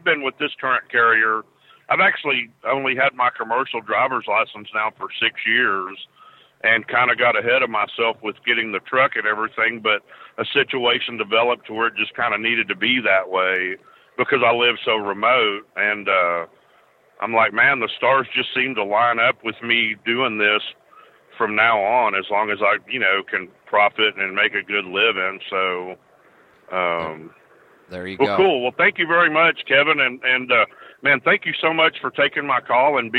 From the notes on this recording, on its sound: Call in Question and Answer Show